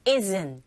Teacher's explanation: isn't에서도 은 사운드, t 사운드 만났습니다. t 사운드 잘 안 들리죠